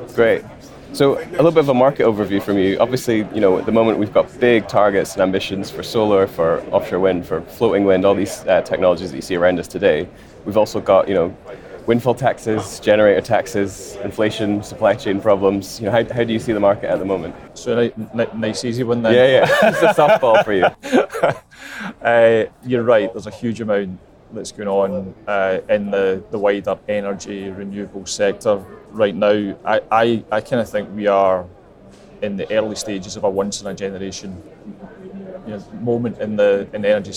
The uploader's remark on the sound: The Energy Voice team are at the All-Energy conference this week, the UK’s largest renewable and low-carbon energy exhibition and conference.